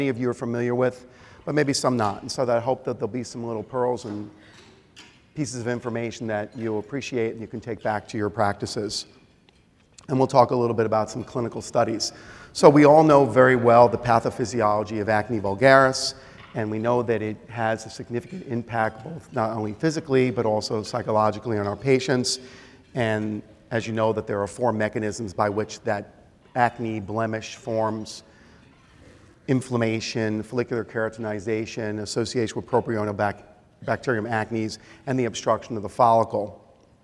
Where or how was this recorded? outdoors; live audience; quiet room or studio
live audience